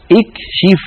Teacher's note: لو بدأنا بها اكشف نكسر الهمزة لأن الشين مكسورة وهي الحرف الثالث